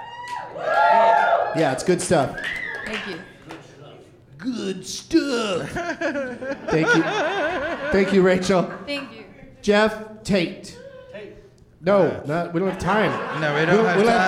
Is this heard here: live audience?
yes